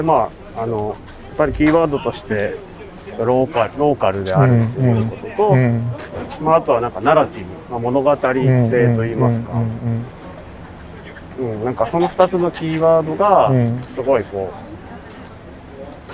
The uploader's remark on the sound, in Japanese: 誰かと散歩しながら収録しております。五所川原市に遊びにきてくれた。五所川原立佞武多を観賞後に。市内を散歩しながら駅までお送りした道中に収録（2022.8.8）しております。祭りが終わった後の高揚感と寂しさが共に流れる街の風に言葉をゆだねながら。